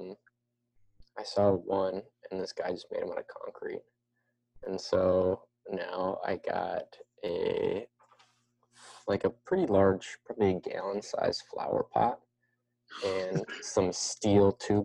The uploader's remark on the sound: Sorry about the audio quality problems. My microphone seemed to have some serious trouble throughout the entire show.